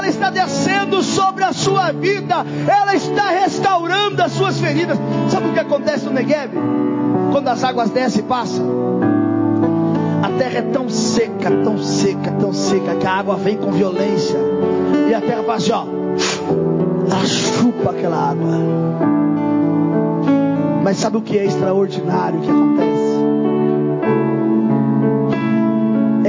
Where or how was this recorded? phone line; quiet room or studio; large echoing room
large echoing room